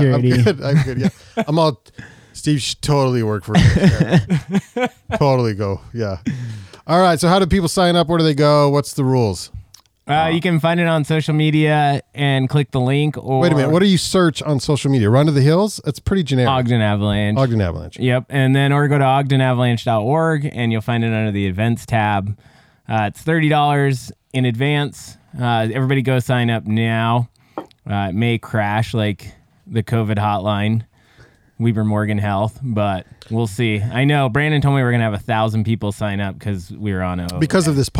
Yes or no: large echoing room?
no